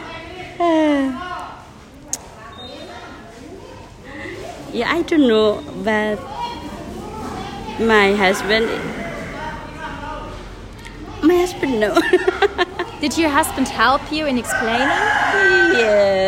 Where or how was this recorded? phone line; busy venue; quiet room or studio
busy venue